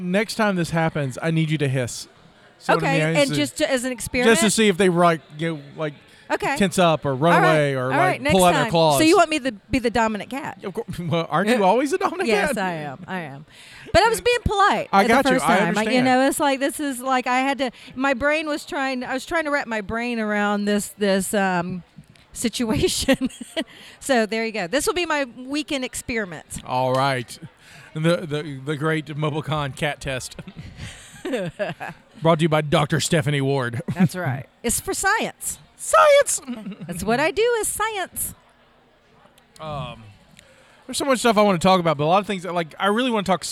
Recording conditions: busy venue